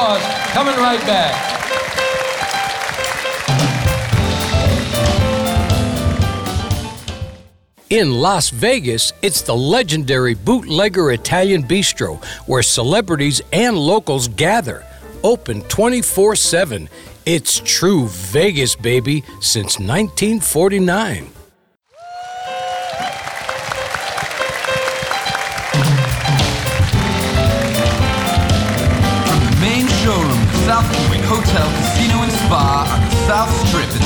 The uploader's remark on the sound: Live at the SouthPoint Casino